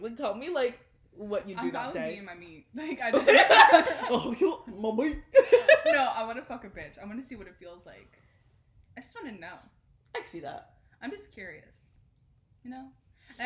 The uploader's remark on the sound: We are still figuring out our audio situation so bear with us.